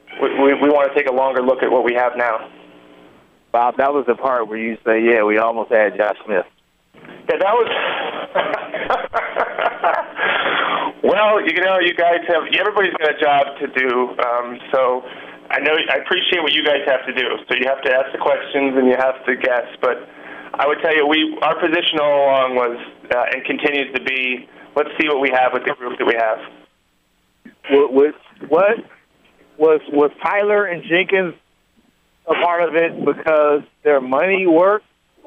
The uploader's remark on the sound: Conference Call